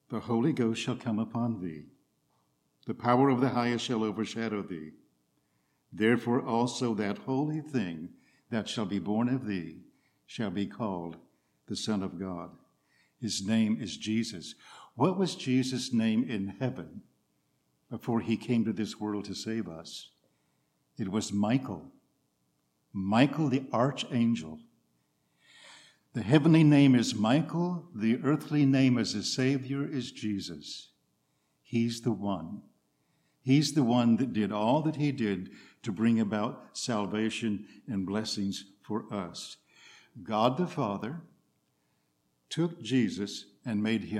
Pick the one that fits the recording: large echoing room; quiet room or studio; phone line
large echoing room